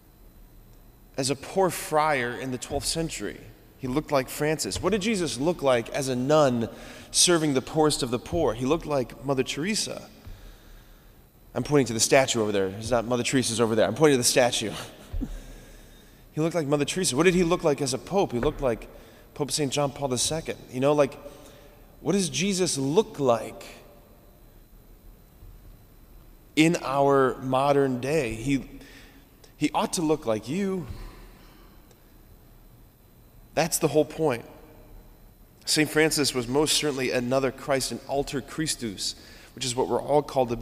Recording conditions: large echoing room